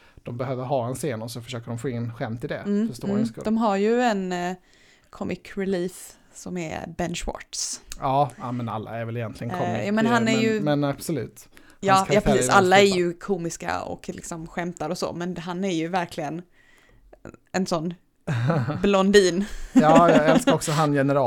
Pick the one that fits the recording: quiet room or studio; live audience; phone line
quiet room or studio